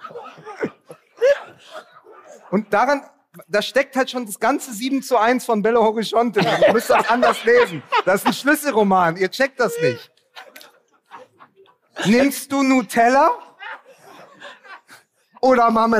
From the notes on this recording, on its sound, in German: Die heutige Live Folge haben wir bereits vor vier Monaten auf einer Bühne im Ruhrgebiet aufgenommen.